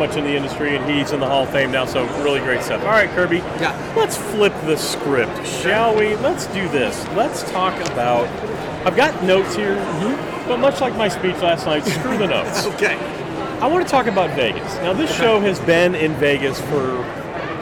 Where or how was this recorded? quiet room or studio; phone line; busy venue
busy venue